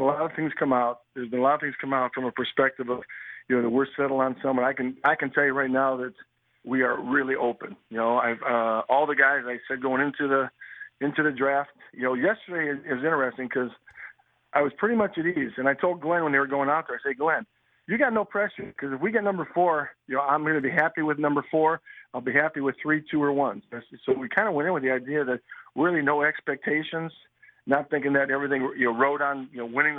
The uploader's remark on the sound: called into the Mackey & Judd radio show on 1500 ESPN